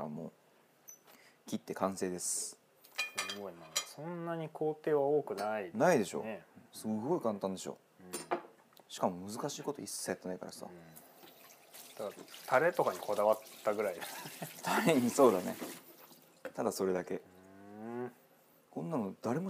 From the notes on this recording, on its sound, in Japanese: 高性能マイクが咀嚼音を若干拾っております。